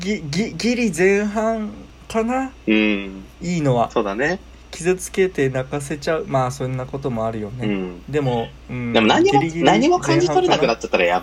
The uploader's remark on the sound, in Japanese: アラサー独身男子3名による、リモートでの会話を録音したラジオです。始めたばかりなので音質はあまり良くないです。イヤホンでの視聴はノイズが気になる可能性がありますのでご注意ください。